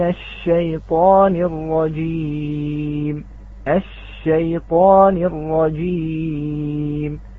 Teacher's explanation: هذه الشين الآن مشددة لأن أدغمنا اللام فيها فأصبحت الشين مشددة · Term: أشد التفشي